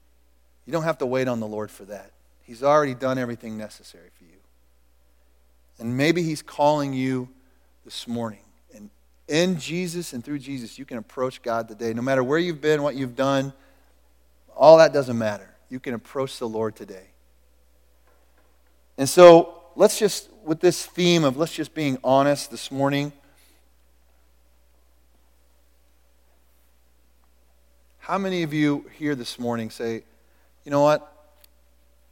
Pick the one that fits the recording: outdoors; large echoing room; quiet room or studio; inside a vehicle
large echoing room